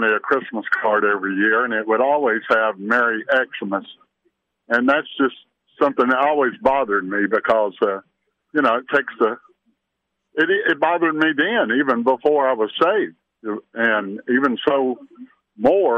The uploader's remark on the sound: Opened the phone lines, encouraging listeners to express their Christmas thoughts.